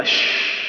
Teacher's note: بالحنك، ارتطام قوي. شوف الشين ما يرتطم ارتطام قوي، أش يجري النفس زين، بينما الجيم ما تقول أج ارتطم زين. · Term: الهمس